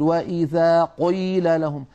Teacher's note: مثلا يقول وإذا قيل لهم، قيل يبالغون في ترقيق أو في كسر القاف إلى درجة تجعل الصوت كأنه كاف، فالكاف حرف والقاف حرف آخر. والبعض بالعكس يا إخوة يبالغ في تفخيم القاف المكسورة فيقول وإذا قيل لهم، هذه مبالغة ممجوجة يعني تمجها الأسماع.